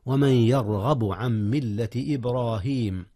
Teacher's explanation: تفخيم الراء في يرغب وفي إبراهيم